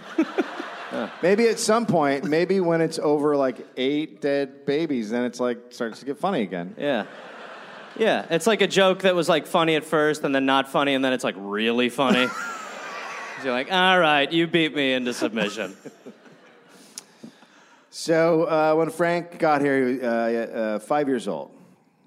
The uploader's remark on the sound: Recorded live in Brisbane.